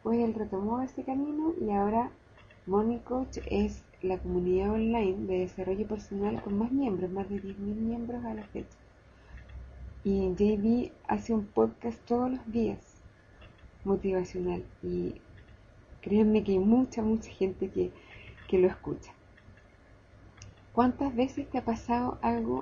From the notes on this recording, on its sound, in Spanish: perdón por el mal sonido